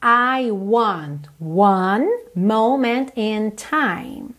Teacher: Ela não junta moment com in.